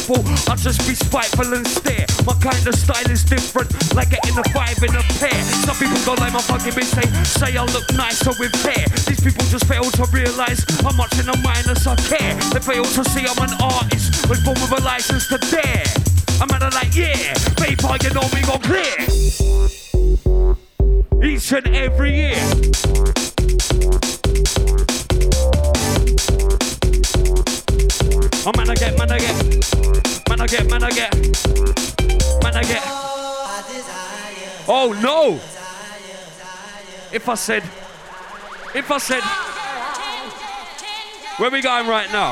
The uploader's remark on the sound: Recorded live from Rainbow Venues, RAW Bassline Safari. Strictly oldskool vinyl special.